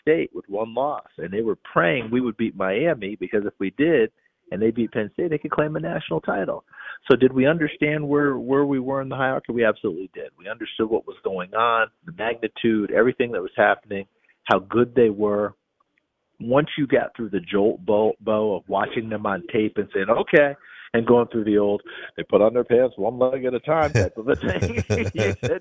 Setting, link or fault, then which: link, phone line